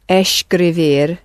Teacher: that S needs to sound sh because it's in front of a C.